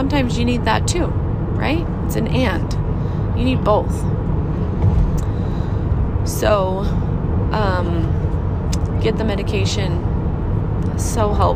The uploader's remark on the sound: in the car with my kids